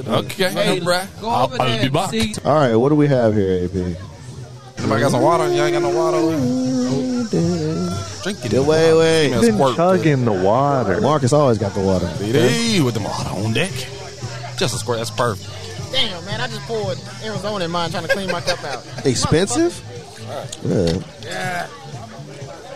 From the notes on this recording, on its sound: We are coming to you live from "The Groove" here in Nashville, TN. We interviewed several people and tried many beers at the bottle share.